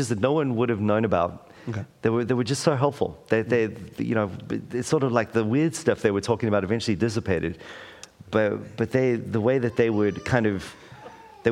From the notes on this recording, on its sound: LIVE! Taking the opportunity at A29 conference to experiment with a live episode.